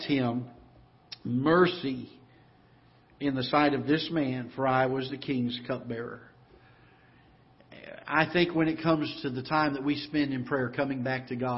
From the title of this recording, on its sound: Ketha Heights Baptist Church ~ Live Broadcast